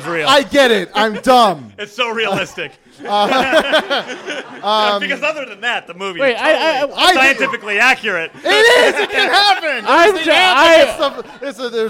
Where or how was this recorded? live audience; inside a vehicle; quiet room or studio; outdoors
live audience